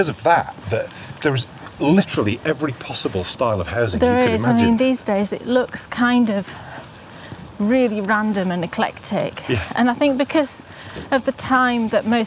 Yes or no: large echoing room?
no